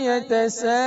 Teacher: یتسا مد متصل کا قاعدہ ہے کھینچ کر پڑھیں گے دو ڈھائی یا چار الف تک